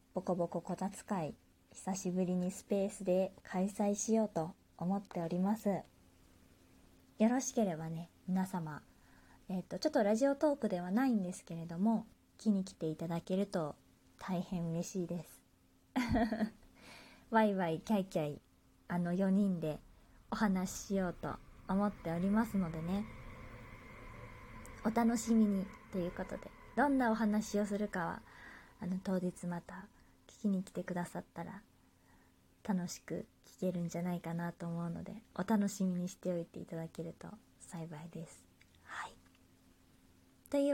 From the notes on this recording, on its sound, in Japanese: 自宅でスマホによる収録のため様々な騒音が収録されています、ご了承ください。